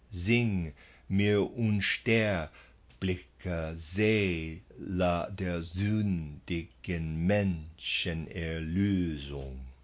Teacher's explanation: When we make the opposite rhythm, the trochaic, a little more complicated, we get the dactyl. Long, short, short, long, short, short.